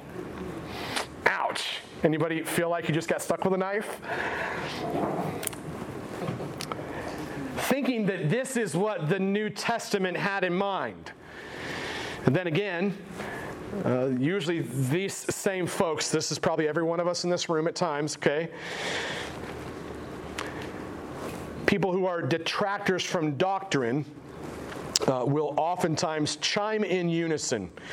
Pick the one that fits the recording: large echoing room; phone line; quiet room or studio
large echoing room